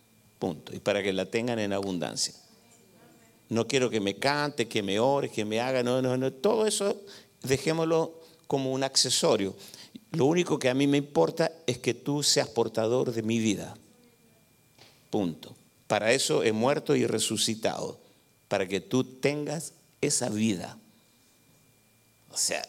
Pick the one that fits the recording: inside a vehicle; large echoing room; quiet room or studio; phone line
large echoing room